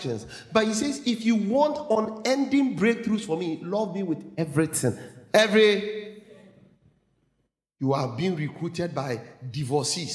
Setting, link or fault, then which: setting, large echoing room